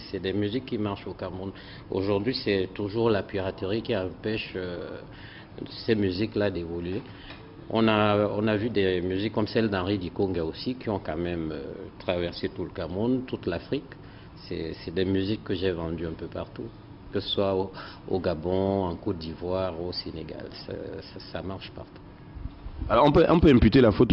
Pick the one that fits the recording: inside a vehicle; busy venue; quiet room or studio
busy venue